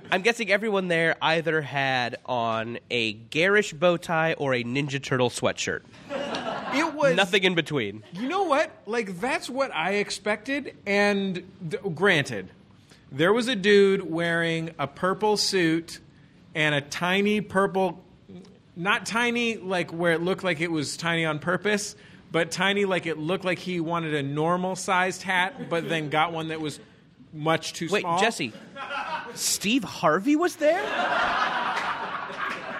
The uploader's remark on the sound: Live at MaxFunHQ for MaxFunDrive 2015. Streamed online from MaxFunHQ.